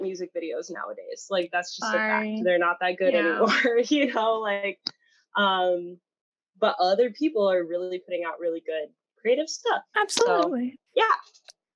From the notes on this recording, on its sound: our audio quality is now worse